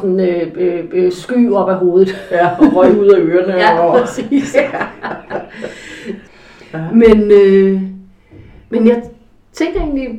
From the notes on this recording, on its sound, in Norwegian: Bær over med lydkvaliteten - jeg er psykolog, ikke lydtekniker (tydeligvis)